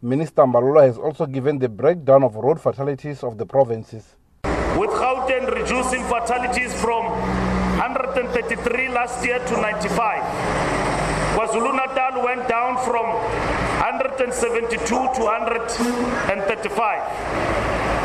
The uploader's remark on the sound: speaking during a media briefing at the weigh bridge on the N1 near the Beitbridge border post outside Musina in Limpopo